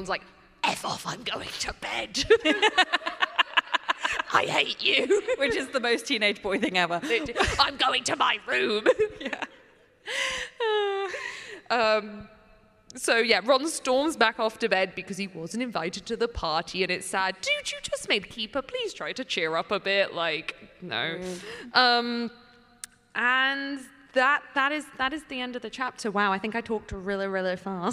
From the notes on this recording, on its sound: LIVE FROM LEAKYCON! Including the Leakycon staff who LET US DO IT LIVE AT LEAKYCON!